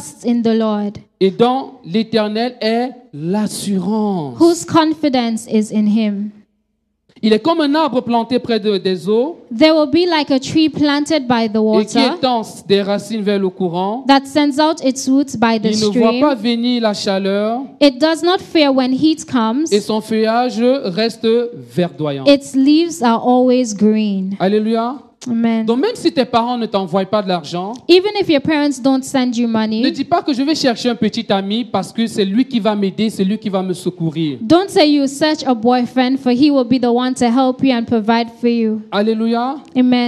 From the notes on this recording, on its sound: Preached during Joyful Hour Sunday Service